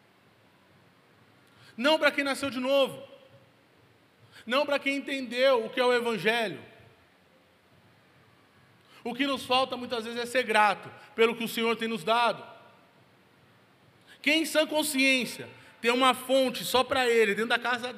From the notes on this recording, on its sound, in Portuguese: Local gravação: Onda Dura Belo Horizonte